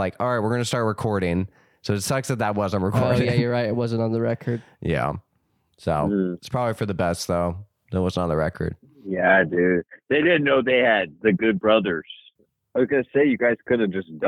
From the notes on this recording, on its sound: You ever wanna know what it sounds like to listen to 5 people on the phone at the exact same time?